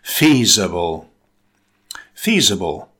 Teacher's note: It consists of three syllables. Stress the first syllable.